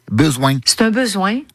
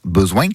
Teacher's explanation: Avec presque comme chez nous, cette sorte de coup de cloche à la fin du N, besoin. Un son qu'on appelle en phonétique un appendice consonantique nasal vélaire.